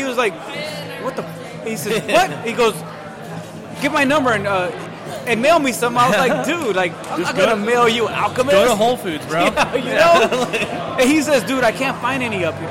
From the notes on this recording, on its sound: At Shady Oak Barrel House in Santa Rosa, CA for San Francisco Beer Week. Recorded at Shady Oak Barrel House in Santa Rosa, CA in February, 2019.